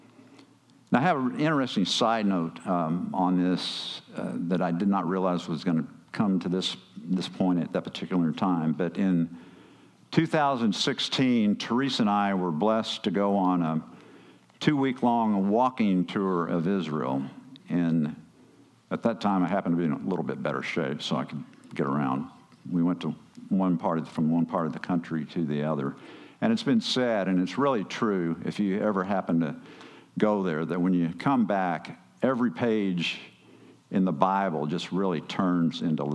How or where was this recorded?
large echoing room